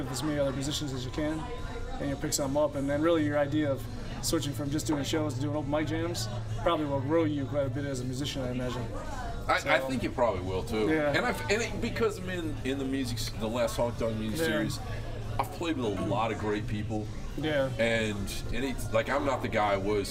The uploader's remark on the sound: Recorded at the Gypsy Highway Bar and Grill in Davenport, Iowa. Recorded at the Gypsy Highway Bar and Grill in Davenport, Iowa.